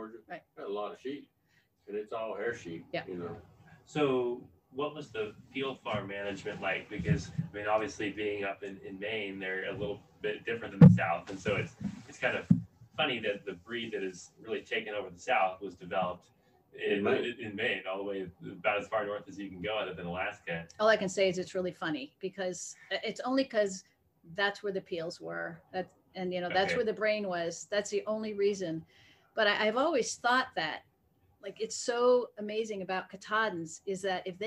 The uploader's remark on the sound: Don't pay any attention to the sound issues, we didn't realize we had the mic setup wrong until after we had recorded and left so we edited it the best we can.